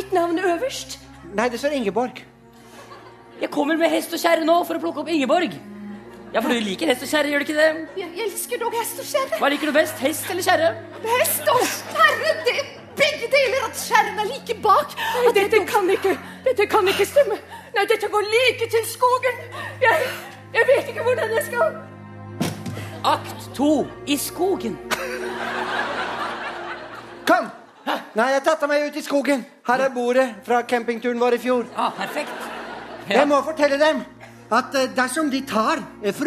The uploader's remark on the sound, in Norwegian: Lørdagsrådet improviserer løsninger live fra Rockefeller!